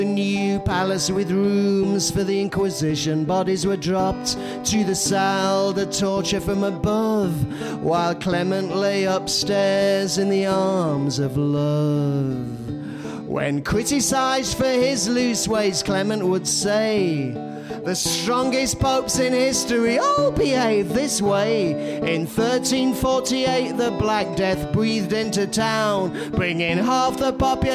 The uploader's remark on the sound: The last of the tragedies we collected at the live show that took place on January 18th at the Hackney Attic.